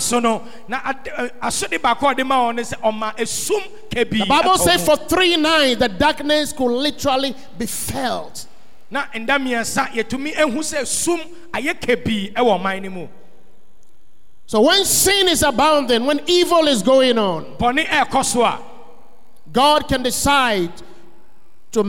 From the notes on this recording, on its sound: Sermon preached at CBC Shiashie Campus